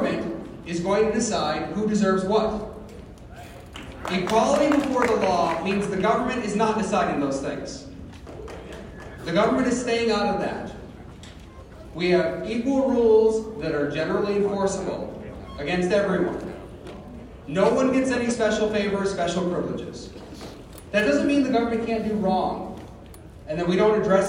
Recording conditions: busy venue